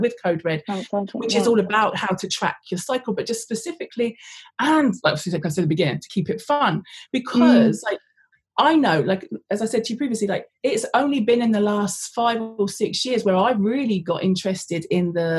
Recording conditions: video call